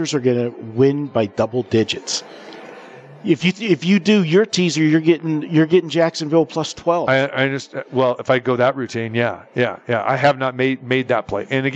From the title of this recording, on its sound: Live From The Superbook at the Westgate Las Vegas